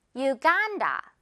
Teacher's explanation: 간 부분 강세 주면서 길게 끌어주면 돼요.